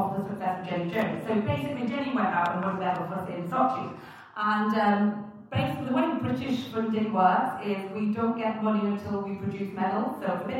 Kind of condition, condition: fault, poor sound quality